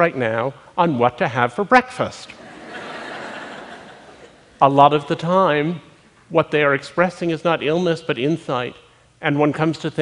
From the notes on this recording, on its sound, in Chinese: 录制于 TEDxMet.